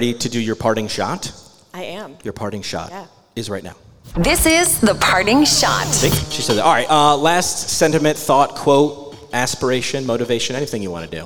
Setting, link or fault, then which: setting, live audience